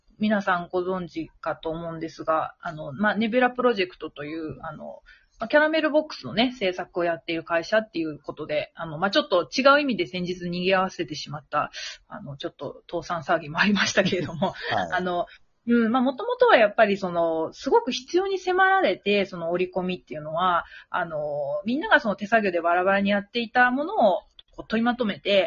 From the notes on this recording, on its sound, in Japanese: リモート収録なので本人の姿は見ていないけれど。6分49秒から数秒間、通信エラーによる無音があります。リモート収録機能により、各々の自宅からトークに参加できます。